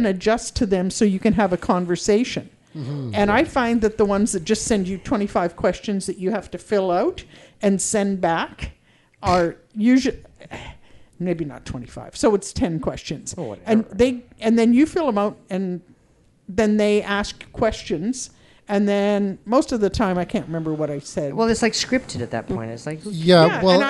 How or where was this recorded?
live audience